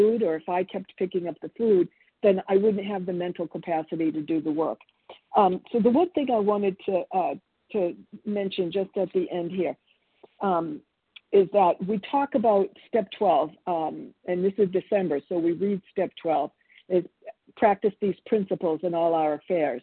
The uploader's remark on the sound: 100 Pounders Phone Meeting